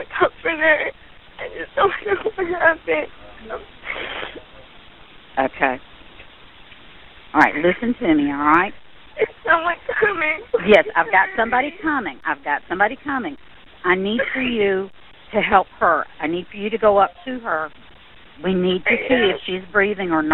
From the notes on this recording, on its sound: This episode features a 911 phone call that some listeners may find distressing.